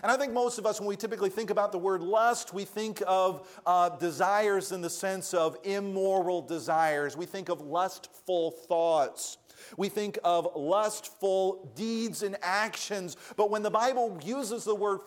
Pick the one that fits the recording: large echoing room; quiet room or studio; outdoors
large echoing room